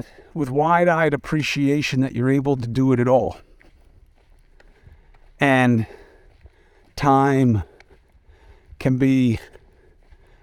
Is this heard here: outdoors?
yes